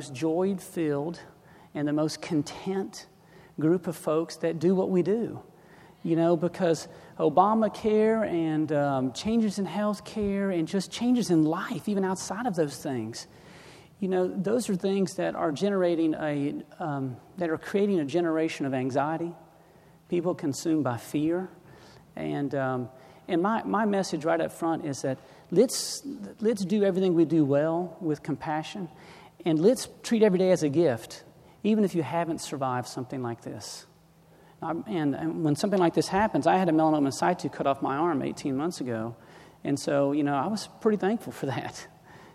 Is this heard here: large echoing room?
yes